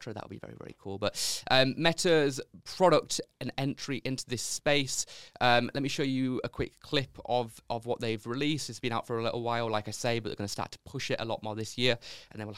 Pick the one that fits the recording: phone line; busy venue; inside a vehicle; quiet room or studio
quiet room or studio